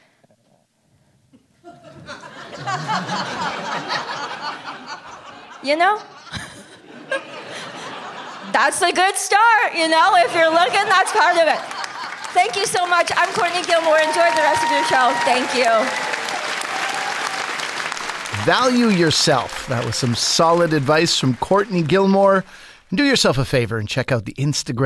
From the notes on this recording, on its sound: From a live show in Saint John, New Brunswick.